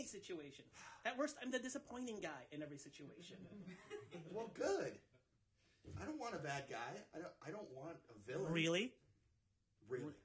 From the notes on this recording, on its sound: The Upstairs Gallery for having The Department of Promethean Science at Podthrash for the very first live taping of the show. Pulled on stage for the live show. From the LIVE AUDIENCE!